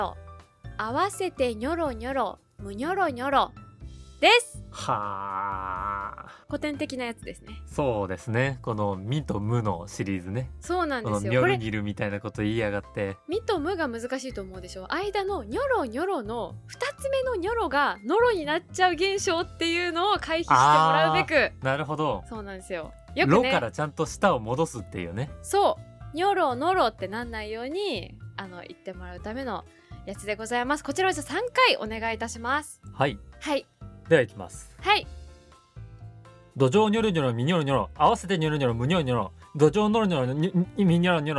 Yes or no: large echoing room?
no